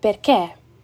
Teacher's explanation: I milanesi si riconoscono da diversi aspetti. La E aperta è molto aperta e quindi noi diciamo perché.